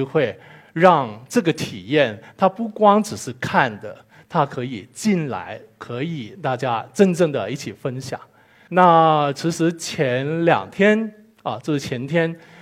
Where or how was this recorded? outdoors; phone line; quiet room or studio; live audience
live audience